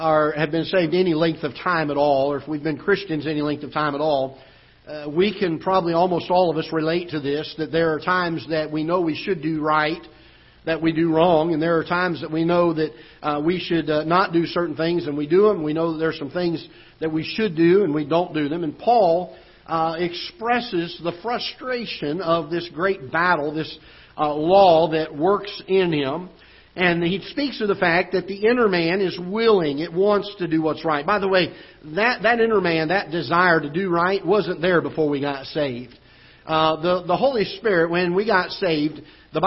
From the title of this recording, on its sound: Ketha Heights Baptist Church ~ Live Broadcast